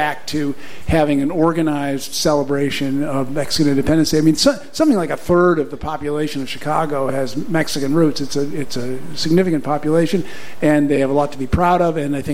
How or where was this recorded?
live audience